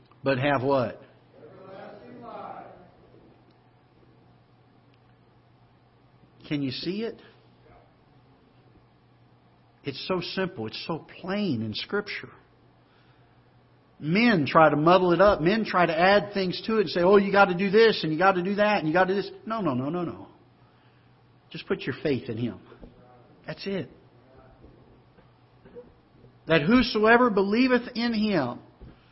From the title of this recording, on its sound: Ketha Heights Baptist Church ~ Live Broadcast